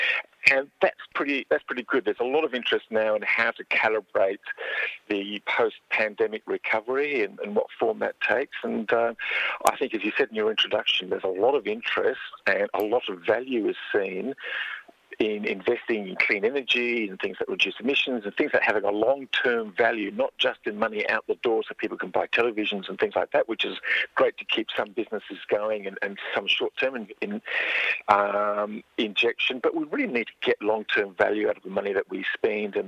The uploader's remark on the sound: Phones in to discuss his book.